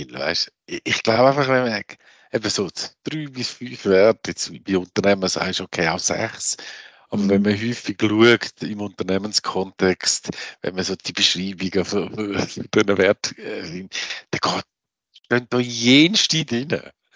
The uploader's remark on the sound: Online via Zoom.